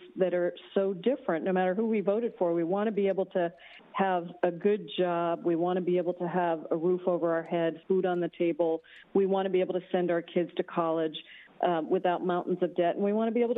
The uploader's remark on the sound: we invite listeners from all over to call in and talk